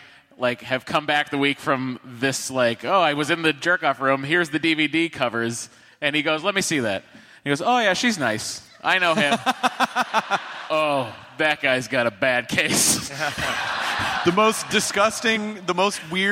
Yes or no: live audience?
yes